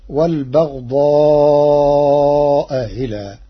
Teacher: قرأ ورش كلمتي والبغضاء إلى بتسهيل الهمزة الثانية بينها وبين الياء تخفيفا، فتصير والبغضاء إلى.